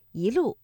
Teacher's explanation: 第一句的“一路霜林”，我们的“一”读二声